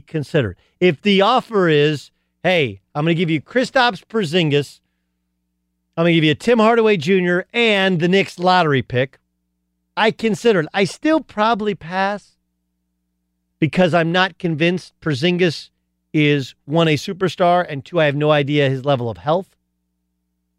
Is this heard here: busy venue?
no